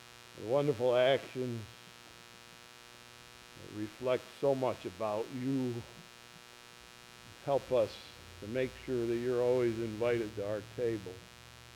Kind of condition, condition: setting, large echoing room